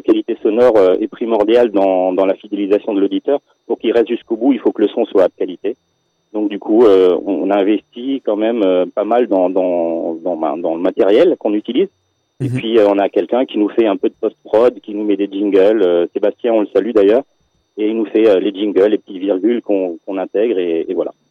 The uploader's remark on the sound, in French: La radio Strasbourgeoise RBS nous a convié à une interview très sympathique. Pour respecter le protocole sanitaire en vigueur, l'interview s'est déroulée en distanciel par téléphone.